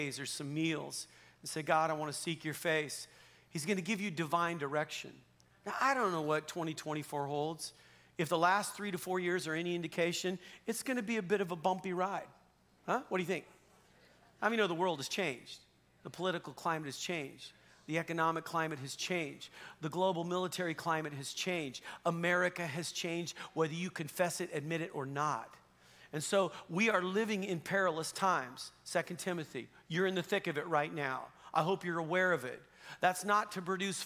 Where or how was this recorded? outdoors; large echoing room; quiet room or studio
large echoing room